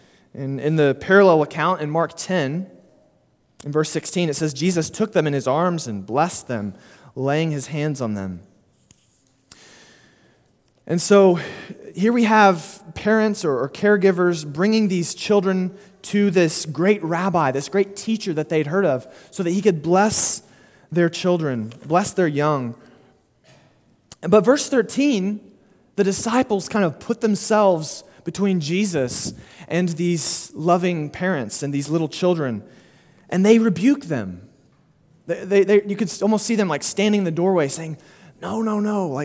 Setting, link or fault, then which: setting, large echoing room